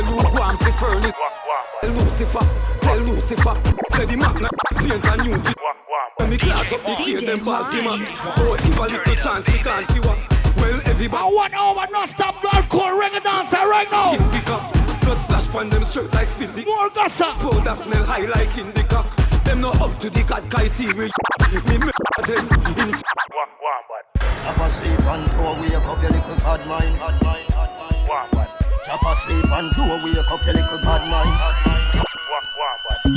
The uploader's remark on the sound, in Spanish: 2 horas grabadas en el aniversario de bongos